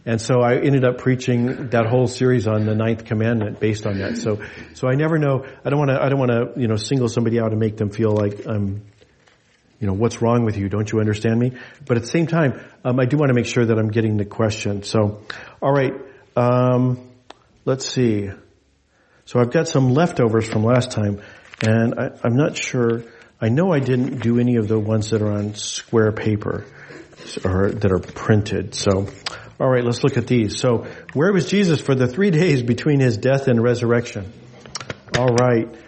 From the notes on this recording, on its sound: This message was delivered in gathered worship on Sunday, July 30, 2023 at Jewel Lake Parish in Anchorage, Alaska.